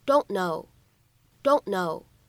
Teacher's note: don'tknow。放在一起呢，可以有一个不完全爆破的处理